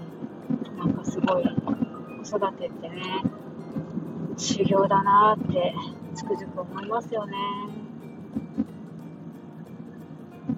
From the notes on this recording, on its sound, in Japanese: 相変わらずノイズ入ってます。Stand.fm。